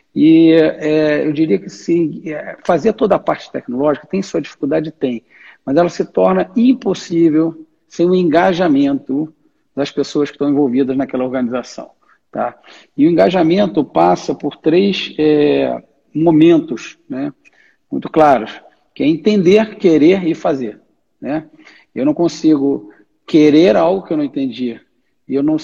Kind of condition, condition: link, video call